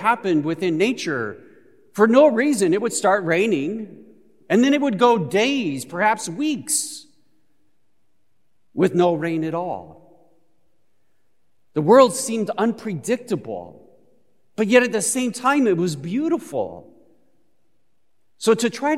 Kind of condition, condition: setting, large echoing room